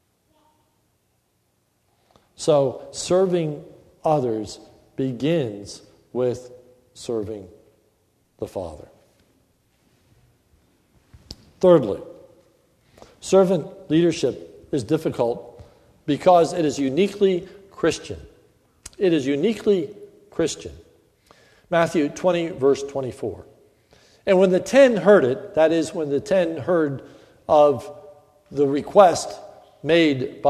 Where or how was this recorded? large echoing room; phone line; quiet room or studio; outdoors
large echoing room